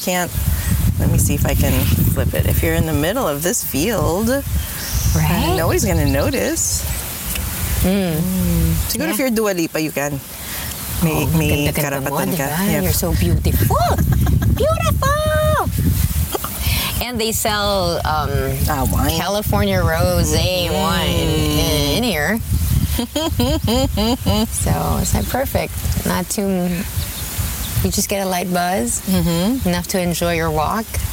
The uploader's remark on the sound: Strolling through The Huntington Library and Botanical Gardens, they pause to record a bit